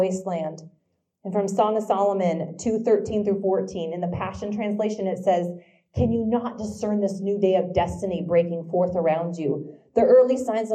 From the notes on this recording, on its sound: This week's LIVE episode comes from the first ever Manhattan, KS Teacher Prayer Breakfast!